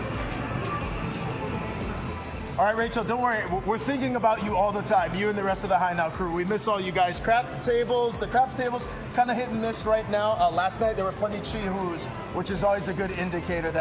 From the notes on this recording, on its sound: Live at the famous Market Street Café, plus here in studio local artist.